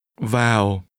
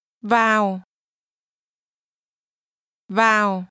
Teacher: This word is pronounced with a falling tone.